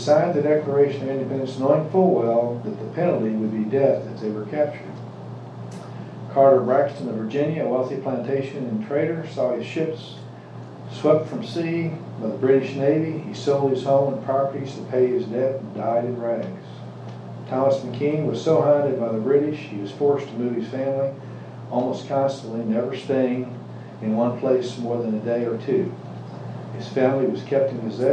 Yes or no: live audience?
yes